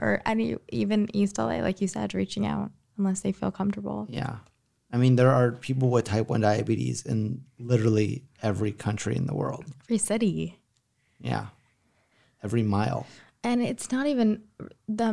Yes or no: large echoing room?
no